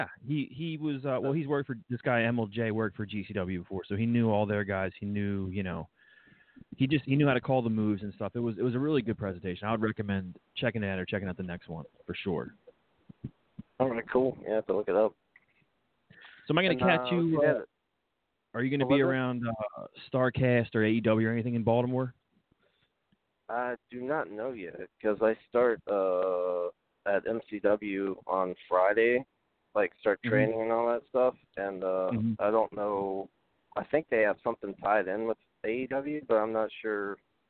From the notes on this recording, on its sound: Call In Show